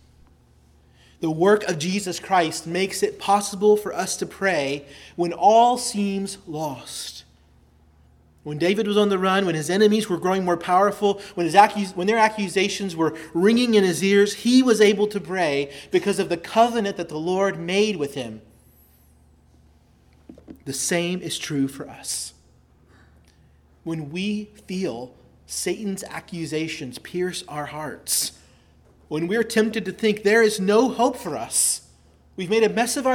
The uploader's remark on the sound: preached at Christ Our Savior Baptist Church